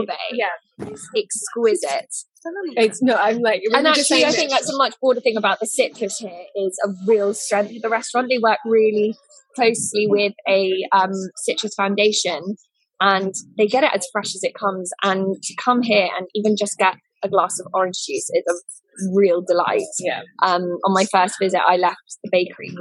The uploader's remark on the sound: Please download again to fix the overlapping sound. Apologies the background noise will still be there!